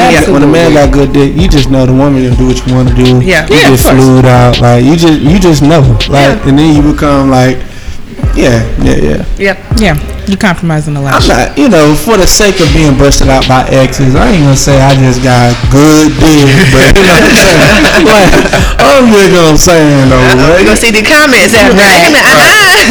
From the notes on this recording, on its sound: Big thanks to Atlanta City Juice Bar ( ) for letting us record. Big thanks to Atlanta City Juice Bar ( ) for letting us record.